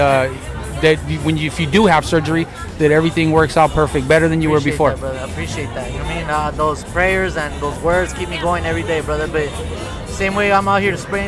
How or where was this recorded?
outdoors